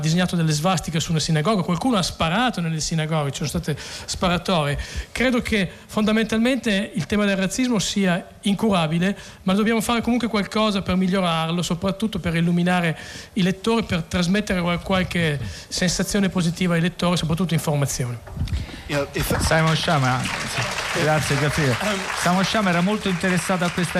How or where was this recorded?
outdoors